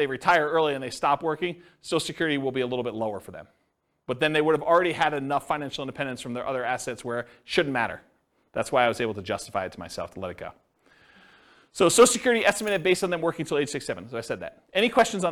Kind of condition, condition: setting, live audience